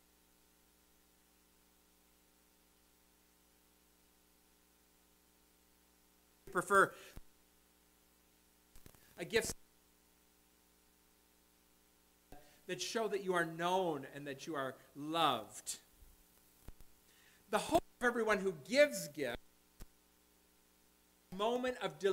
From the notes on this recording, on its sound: Audio periodically will cut in and out.